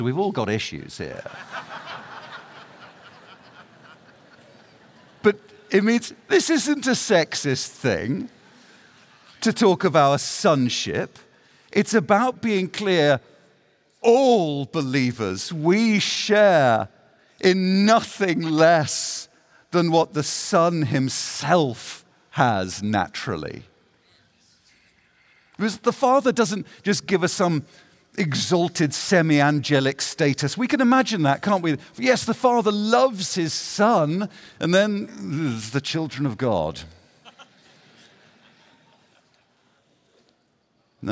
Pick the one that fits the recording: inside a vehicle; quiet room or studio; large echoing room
large echoing room